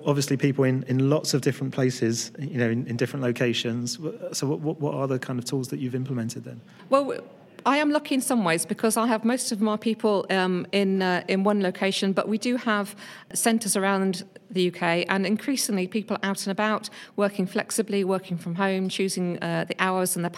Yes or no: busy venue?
yes